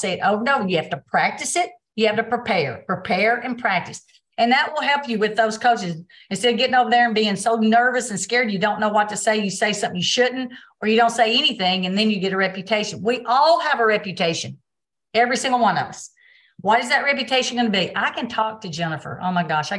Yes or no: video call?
yes